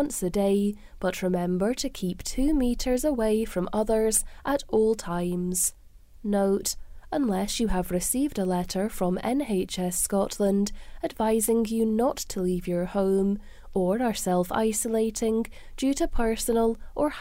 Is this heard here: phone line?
no